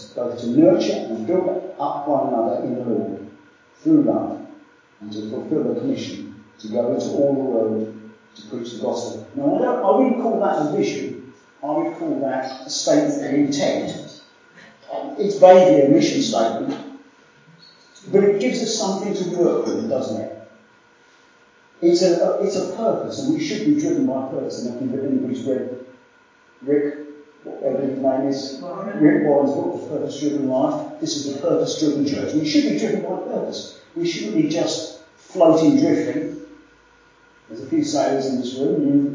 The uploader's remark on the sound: Apologies for poor sound quality in this recording.